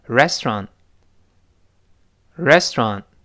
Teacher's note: 楚。慢慢来，restaurant。我们再读一遍，restaurant。好，读快之后呢，那个 restaurant 就读不清楚了，我们变成 restaurant，restaurant 这么一个声音啊。那么中间那个 turn 变成 strong，strong，最后那个 t。读快之后，单词末尾嘛，这个 t 失去爆破了